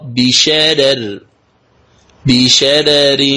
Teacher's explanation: الملاحظة الثالثة، رقق ورش الراءين وصلا ووقفا في قوله تعالى بشرر في سورة المرسلات، هذه الكلمة تحفظ ولا يقاس عليه، إذن تقرأ بشرر بشرر كالقصر، بشرر إذا وقفنا بشرر كالقصر، فتقرأ بترقيق الرأين، فالراء الثانية مرققة لأنها مكسورة وهذا واضح، وأما الراء الأولى فرققت لترقيق الراء الثانية